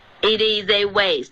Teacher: 这个 it is 要注意这个 i 的音，不要发成 e，它是舌头低的 i